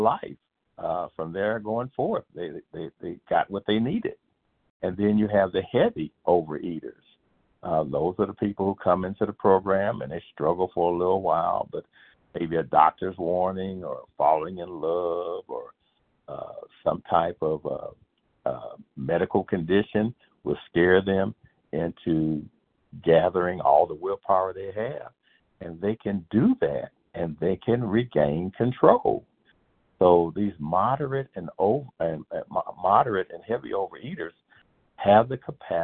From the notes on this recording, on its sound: from the 100 Pounders Phone Meeting, 9/9/23